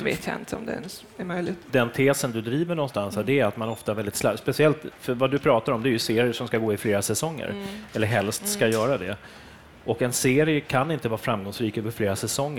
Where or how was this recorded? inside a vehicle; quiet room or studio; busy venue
busy venue